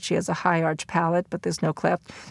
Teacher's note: So you hear the flat intonation and the technical terminology, palate, cleft. · Term: reporting register